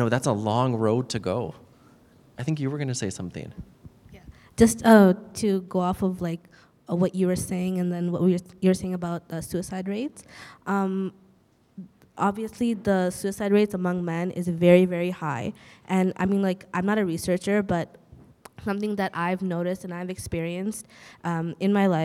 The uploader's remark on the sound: This panel was the perfect way to celebrate #bellletstalk. We were honoured to be a part of the day and for our first “live podcast” recording, it turned out great!